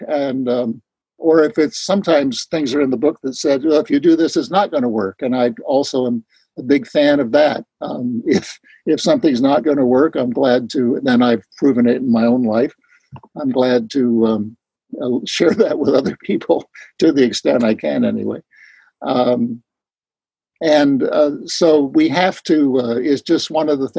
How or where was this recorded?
video call